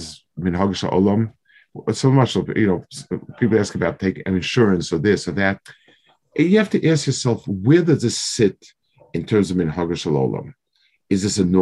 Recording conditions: video call